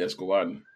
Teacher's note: Stresses on the very last syllable.